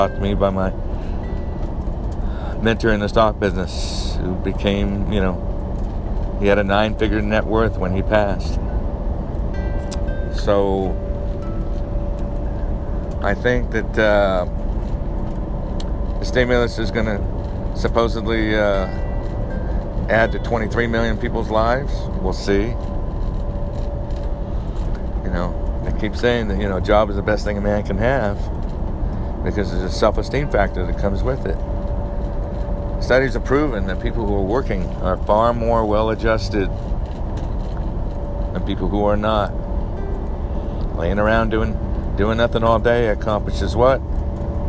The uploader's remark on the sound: Live from the Grand Canyon